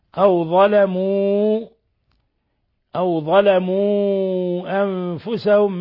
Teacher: مد منفصل يمد من أربع إلى خمس حركات